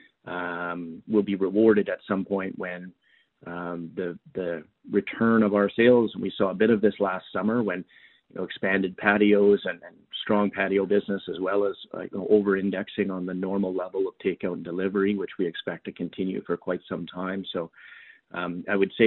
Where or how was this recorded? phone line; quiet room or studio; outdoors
phone line